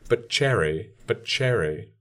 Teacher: I'm making that a distinct articulation in which the explosion of the t into the sh is its own sound. And I may do a sort of, I guess, geminated, I might stop the T of but and keep it stopped, but then begin my explosion into the sh separately. · Term: affricate